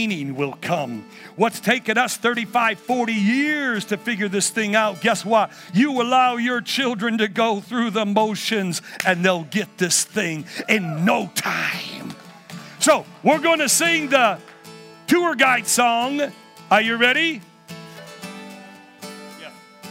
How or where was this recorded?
large echoing room